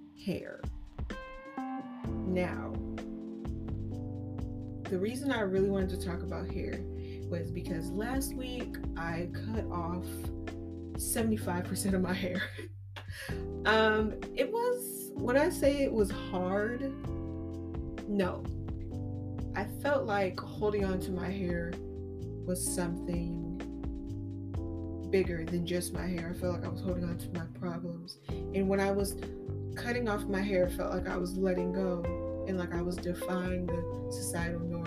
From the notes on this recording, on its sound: Excuse the Microphone, technical difficulties